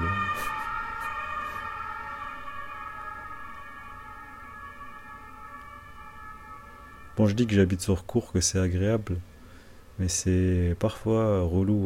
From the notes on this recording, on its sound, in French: Live Chill - Par terre chez moi. Mon attention est portée sur le bruit autour de moi, provenant de la vie du quartier, des voisins, de la nature...